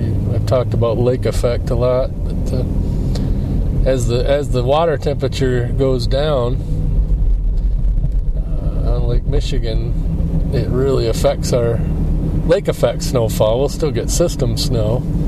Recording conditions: inside a vehicle